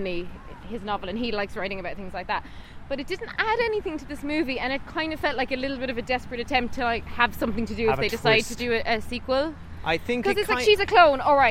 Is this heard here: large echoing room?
no